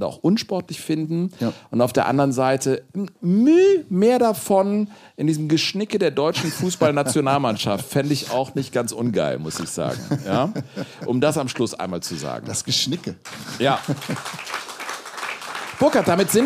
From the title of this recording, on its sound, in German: Live-Show